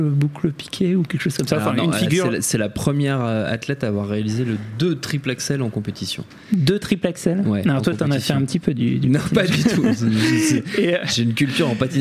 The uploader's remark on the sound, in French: Enregistré le 14 février 2018 au Bar à Bulles (8 bis Cité Véron, Paris 18ème)